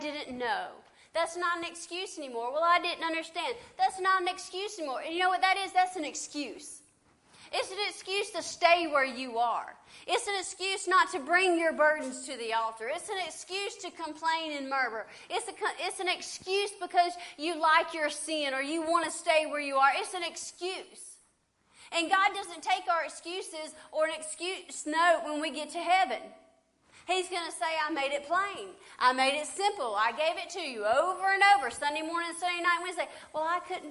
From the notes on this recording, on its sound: LIVE SERVICE. Preaching at Family Worship Center in Athens Tennessee.